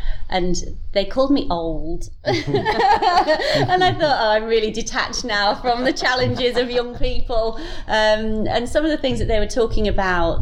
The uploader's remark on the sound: brought to you from Labour Party Conference in Liverpool